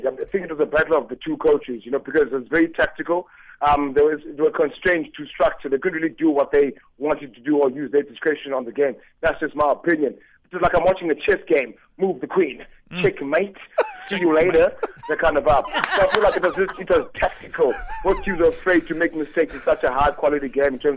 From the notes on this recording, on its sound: PHONE INTERVIEW